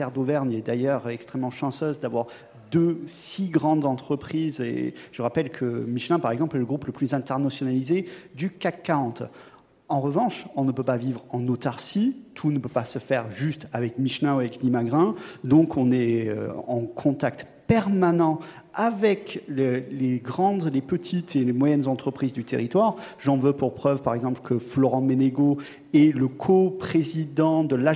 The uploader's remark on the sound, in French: enregistré à Clermont Ferrand, à l’occasion de la Movin'On Expo au siège du Groupe Michelin